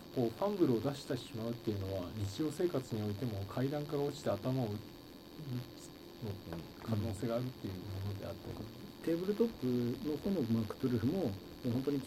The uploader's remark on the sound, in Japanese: 相変わらず音質が悪く申し訳ないです。次の収録から録音環境を調整します。